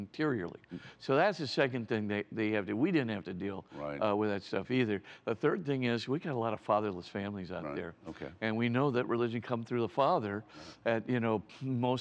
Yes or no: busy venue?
yes